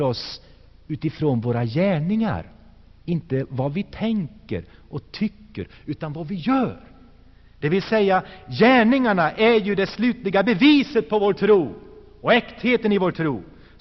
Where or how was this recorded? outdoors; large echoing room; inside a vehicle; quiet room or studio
large echoing room